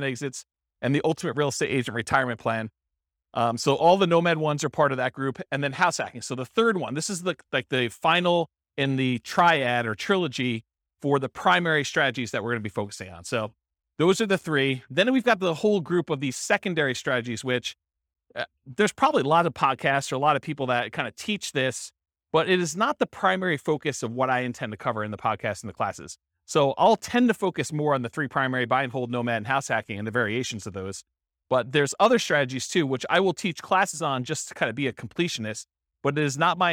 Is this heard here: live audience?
yes